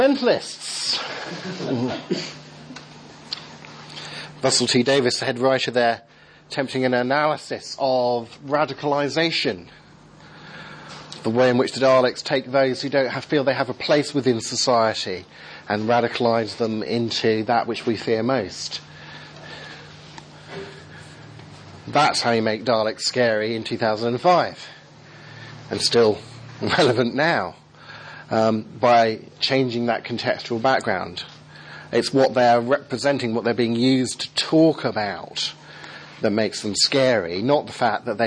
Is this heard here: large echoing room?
yes